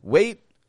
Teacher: It's real quick. The T stopped. You notice, I'm not saying wait, not releasing that T, but I'm just saying wait, and then wade.